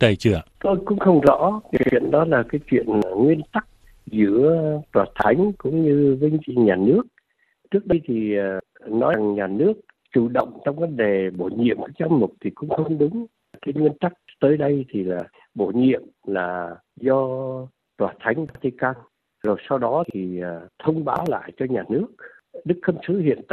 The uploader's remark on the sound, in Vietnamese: Bài phỏng vấn qua điện thoại được thực hiện ngày 20/12/2023.